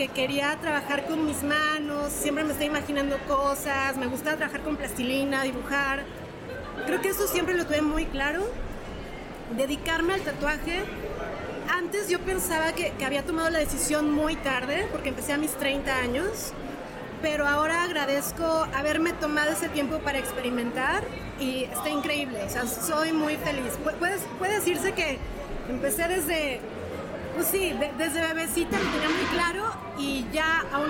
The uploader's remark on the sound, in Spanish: Esta es otra de la serie de Minientrevistas que armamos en Vivo desde el Festival Rayón 22.